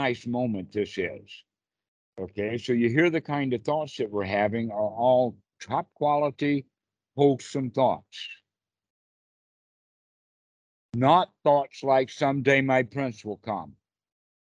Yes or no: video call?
yes